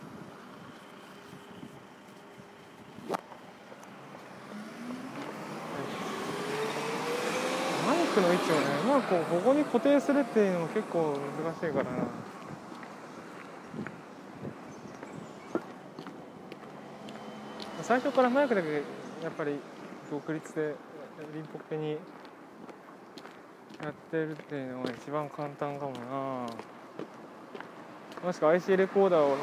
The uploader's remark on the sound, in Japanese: 通勤時，バスを降りてから職場まで歩く時間に，iPad miniのボイスメモを回してみる。